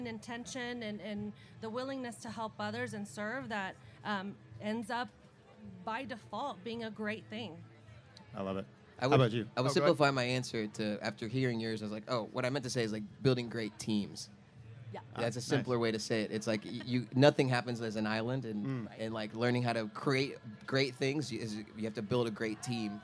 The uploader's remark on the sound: This is a live event from the past summer that took place during the Boulevardia festival